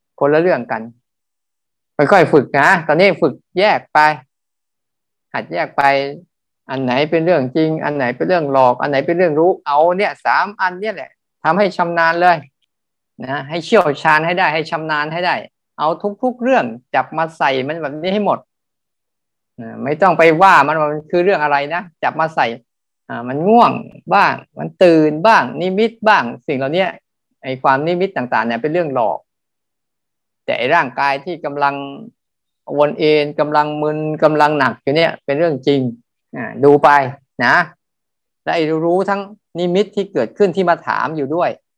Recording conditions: video call